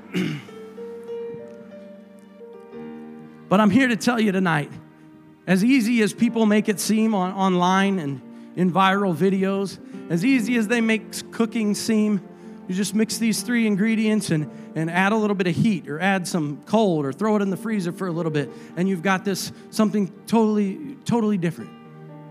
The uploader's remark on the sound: a service recording from Connect Point UPC